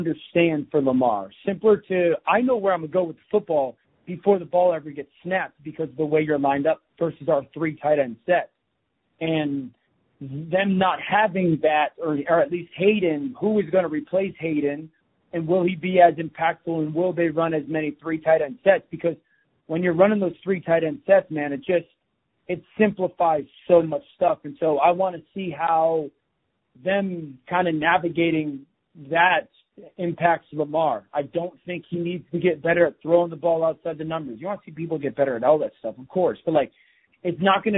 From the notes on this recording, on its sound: NFL Live Conference Call.